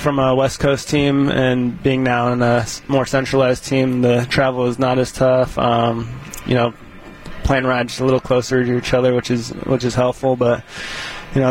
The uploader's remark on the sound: live in the dugout